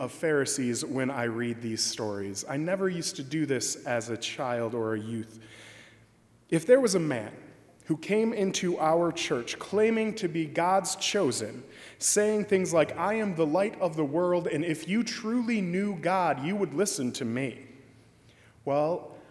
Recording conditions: large echoing room